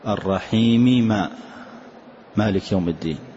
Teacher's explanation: أما إذا كان الأول متحرك فنسميه إدغاما كبيرا، مثل الرحيم ما، مالك يوم الدين، فالأول تحرك الرحيم، فلما تحرك الميم والميم يتفقان في الصفة والمخرج كلاهما على الشفتين، فلما اتفق في الصفة والمخرج نسميه إدغاما كبيرا.